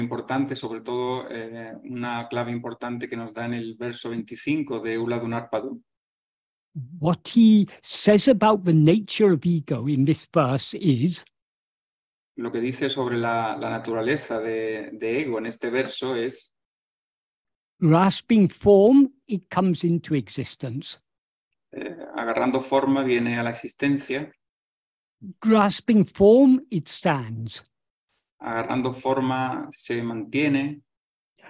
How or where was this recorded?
video call